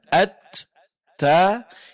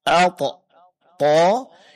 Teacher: Huruf ta, kalau kita mengucapkan at, ta, kita akan mendapatkan pengucapannya disertai keluarnya sedikit angin atau napas · Shown in: first take · pengucapannya ya disertai dengan terangkatnya pangkal lidah ke langit-langit. Sehingga bunyi daripada huruf to itu tebal.